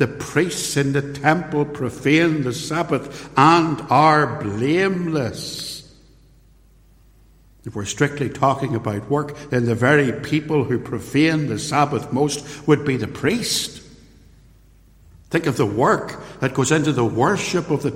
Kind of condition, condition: setting, large echoing room